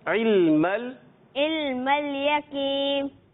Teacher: आयन की आवाज जो है हमजा से तब्दील नहीं होनी चाहिए